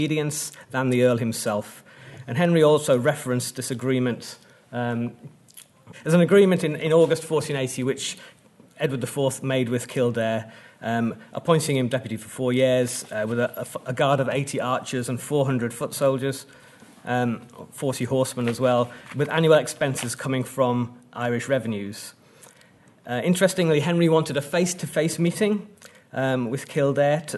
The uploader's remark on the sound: at the 2022 Tudor and Stuart Ireland Conference